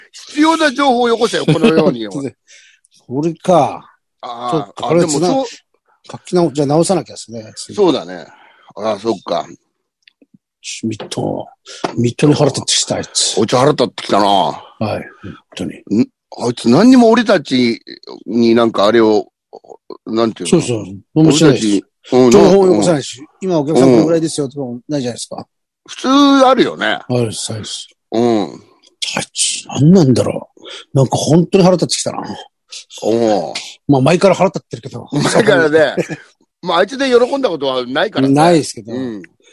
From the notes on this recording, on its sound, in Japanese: ZOOMより配信